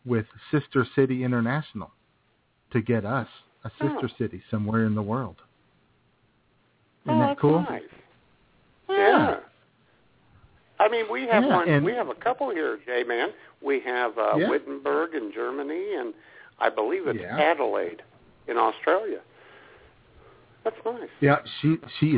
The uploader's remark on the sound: your phone calls